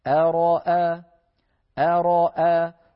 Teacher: الملاحظة الثانية، حرف الراء مفتوح، والراء المفتوحة كما درسنا في الماضي مفخمة، الراء المفتوحة مفخمة، لكنها وقعت بين همزتين، قبلها همزة وبعدها همزة، والهمزة من الحروف المستفلة المرققة، فعلينا أن نرقق الهمزتين ونفخم الراء بينهما